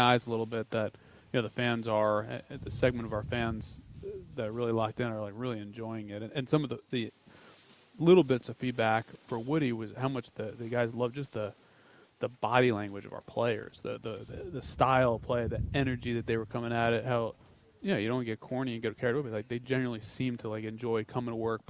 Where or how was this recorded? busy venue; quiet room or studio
busy venue